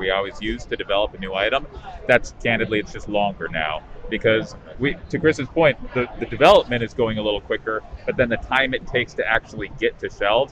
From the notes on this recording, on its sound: Celebration 2022 Hasbro Q&A. Is at Star Wars Celebration Anaheim 2022! To swing by the Hasbro booth on the show floor after the Hasbro Panel on Friday afternoon.